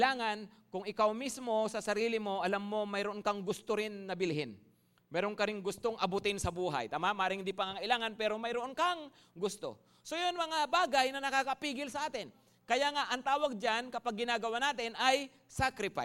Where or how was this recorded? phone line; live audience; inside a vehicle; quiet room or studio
live audience